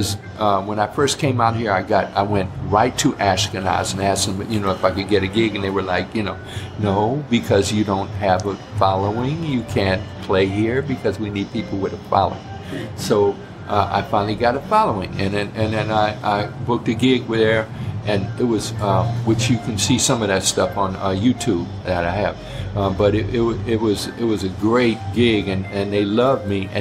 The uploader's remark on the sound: This podcast was recorded LIVE at Snappy's Cafe in Hayward, CA. This podcast was recorded LIVE at Snappy's Cafe in Hayward, CA.